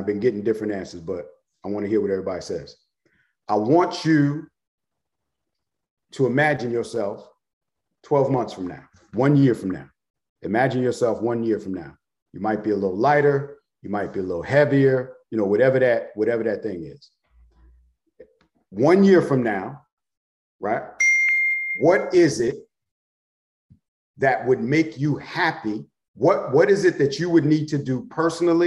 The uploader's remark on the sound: GMEN Tampa Webinar Audio